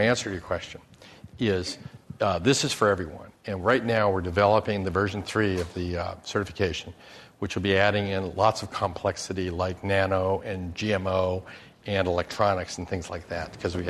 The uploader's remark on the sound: This program was recorded in front of a live audience at The Commonwealth Club in San Francisco on September 7, 2010